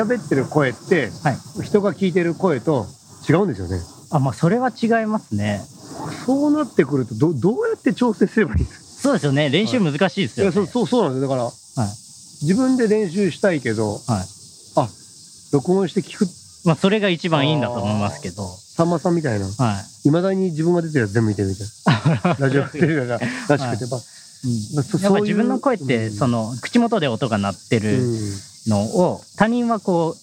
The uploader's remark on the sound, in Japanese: 屋外収録編